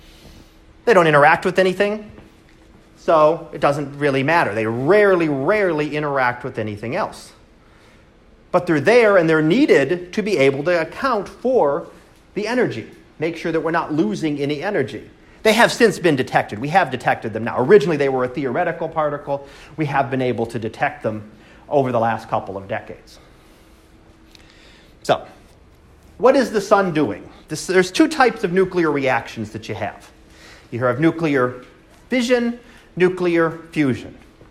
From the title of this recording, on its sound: Live Class Lecture